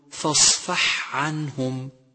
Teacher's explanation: وكذلك نحترز من إدغام حرف الحاء في العين، مثل فاصفع عنهم، والصواب أن تقول فاصفح عنهم.